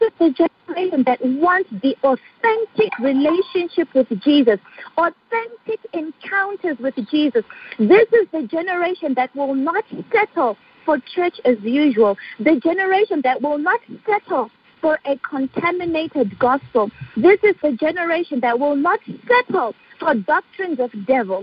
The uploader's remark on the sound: Phone/Internet Prayer Conference Call